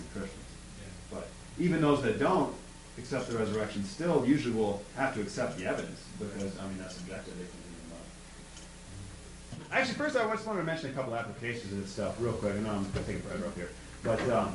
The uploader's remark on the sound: This episode contains a live recording of a talk I gave for the Campus Crusade for Christ ministry at Saginaw Valley State University (where I attend college).